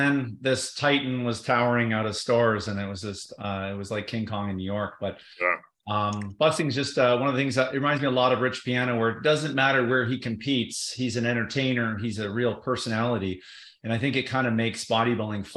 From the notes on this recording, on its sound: MuscleTech held their first ever virtual press conference. A PricePlow Podcast episode that was live in our Discord chat. Note that the podcast audio file includes MuscleTech’s press conference, which is then followed by our Podcast episode.